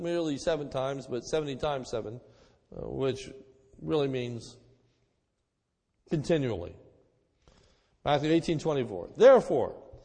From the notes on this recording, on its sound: A sermon recorded at the Lebanon Bible Fellowship Church, in Lebanon, PA, on 11/20/2011 during the evening service.